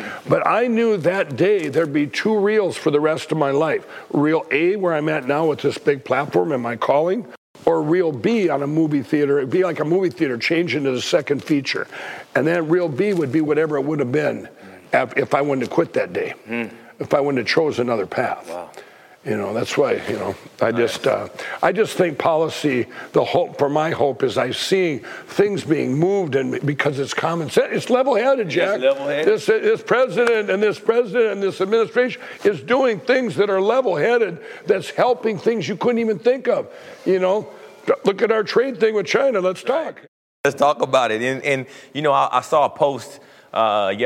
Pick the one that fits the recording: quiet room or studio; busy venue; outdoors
busy venue